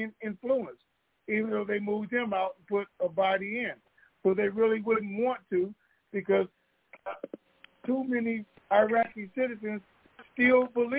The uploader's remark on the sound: TNTSuperfantastic Conference Call